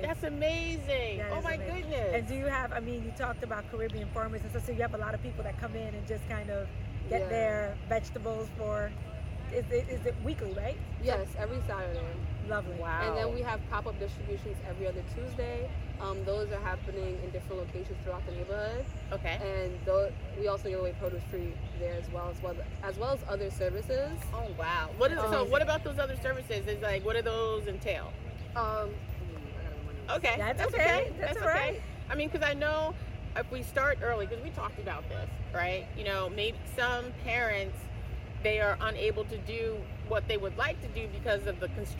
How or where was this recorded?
outdoors